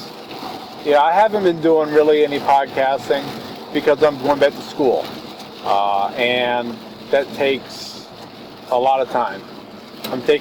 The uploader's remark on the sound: Audio quality is a bit bad for this one. In the car and raining.